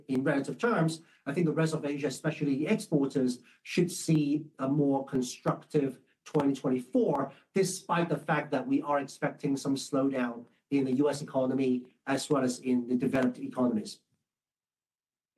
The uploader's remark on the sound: a replay of the 1st Quarter 2024 Guide to the Markets - Asia launch web conference